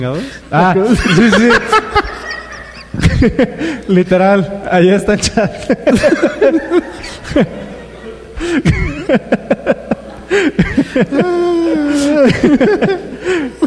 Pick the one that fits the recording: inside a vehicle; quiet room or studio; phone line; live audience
live audience